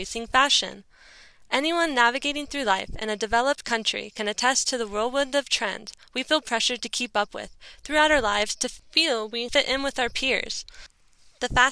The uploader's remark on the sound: in the Olympic National Forest in Washington State to record this podcast